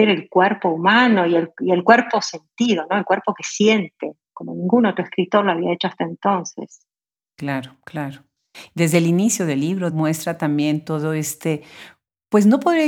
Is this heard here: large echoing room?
no